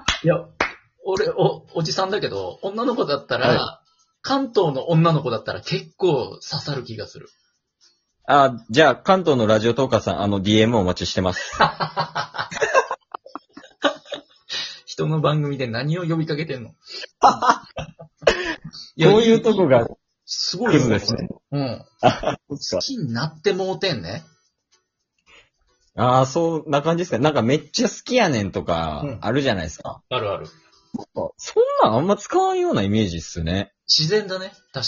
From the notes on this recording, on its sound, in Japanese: リモート収録機能おためしかっ。新機能「リモジオ(リモート収録機能)」を使って色々やってみるよっ！